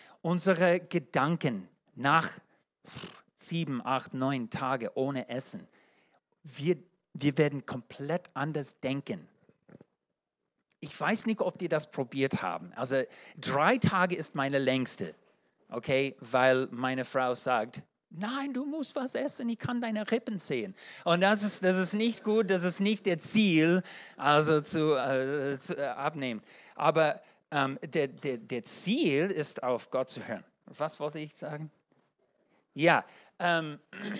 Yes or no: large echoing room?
yes